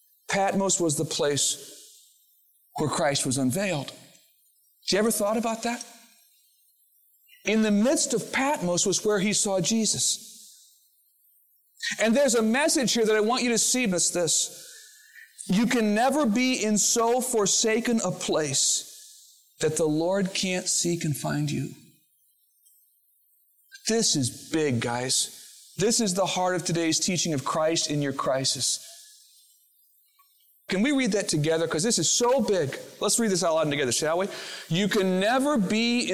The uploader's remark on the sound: Originally recorded on January 16, 2000, at Fellowship Missionary Church, Fort Wayne, IN.